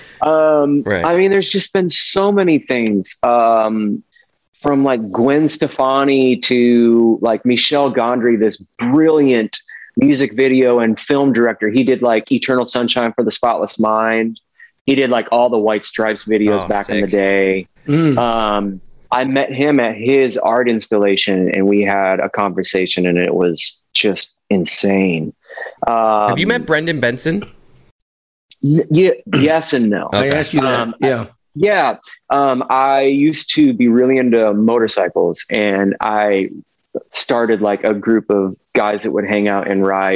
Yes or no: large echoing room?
no